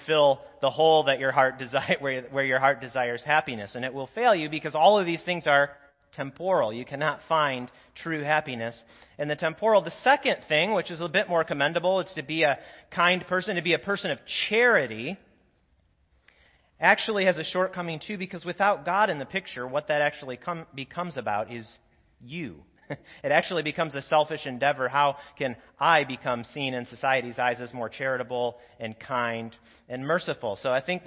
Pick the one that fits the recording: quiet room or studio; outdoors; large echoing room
large echoing room